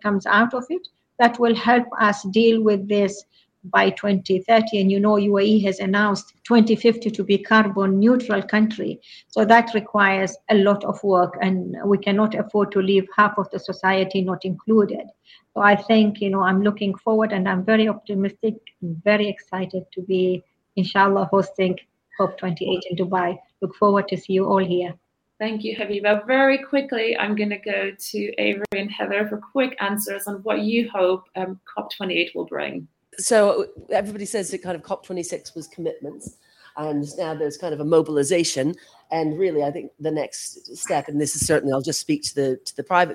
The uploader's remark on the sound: Taken from a LinkedIn Live recording hosted by women’s network AllBright and in collaboration with Bankers for Net Zero.